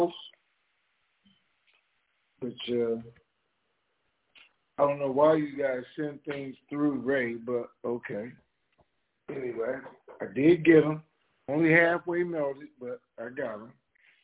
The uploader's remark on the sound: TNTSuperfantastic Conference Call